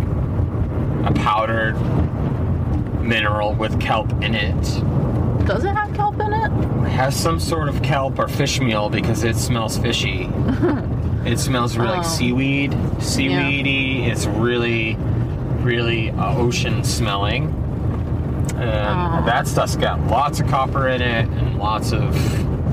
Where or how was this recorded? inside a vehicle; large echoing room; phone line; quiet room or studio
inside a vehicle